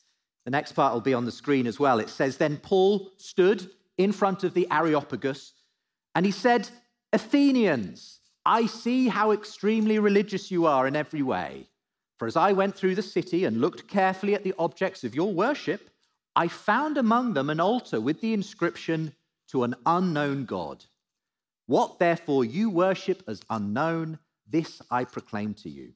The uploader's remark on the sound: Live at The Story Church